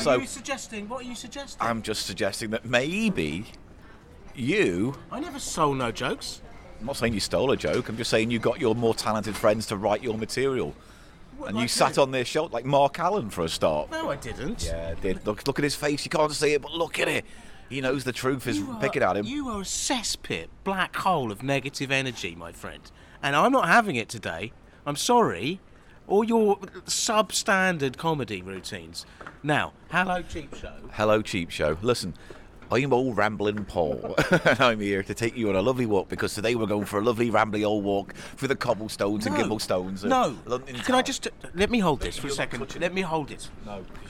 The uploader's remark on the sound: take a merry wander through London, starting in Angel, Islington and ending in Highgate Village.